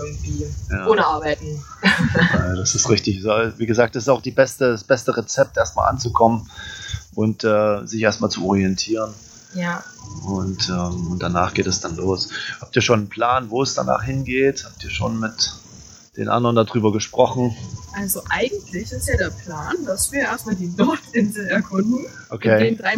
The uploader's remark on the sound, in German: Live aus Neuseeland. In einer gemütlichen Runde im Park befragt. Die Tonqualität hat diesmal leider ein wenig gelitten.